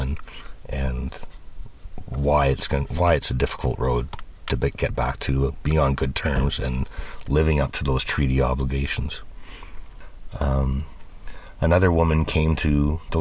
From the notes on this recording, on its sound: Glimpse a rainy forest walk at the proposed Goldsmith Lake wilderness areas. Get a small taste of some music at the festival!